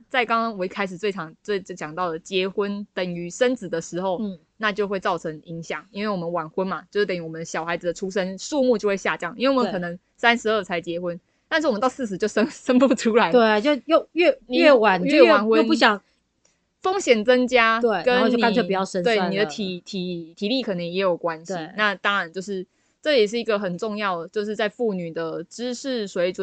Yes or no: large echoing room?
no